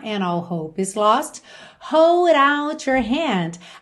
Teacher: Aqui ele juntou hold com out com rarara no D, hold out.